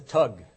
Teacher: The TH comes out hard T in the way it was originally pronounced.